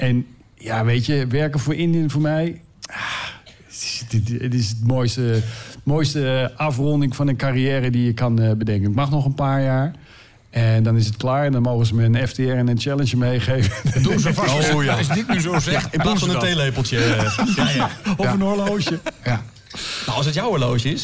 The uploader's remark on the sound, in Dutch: Onze jubileumaflevering met publiek.